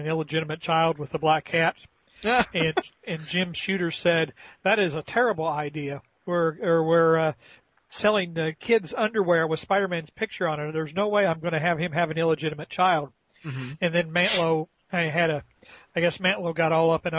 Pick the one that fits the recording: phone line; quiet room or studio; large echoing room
phone line